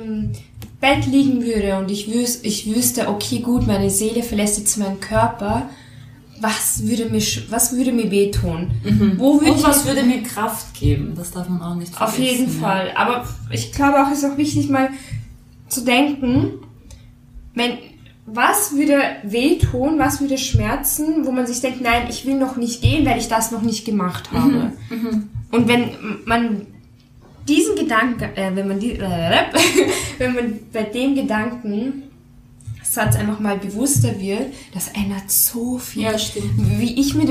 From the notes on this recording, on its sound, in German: Entschuldigt die schlechte Qualität diesmal, das Mikro ist bei den Aufnahmen leider nicht gut gestanden